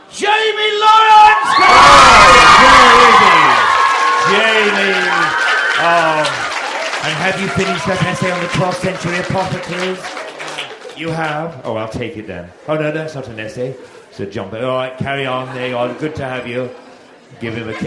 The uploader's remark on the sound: LIVE From London. MuggleCast is LIVE in London for Waterstone’s Beedle the Bard release party!